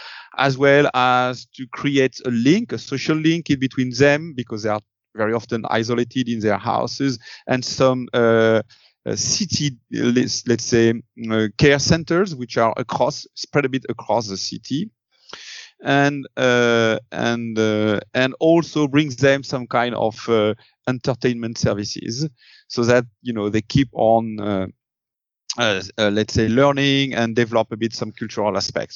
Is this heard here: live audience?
no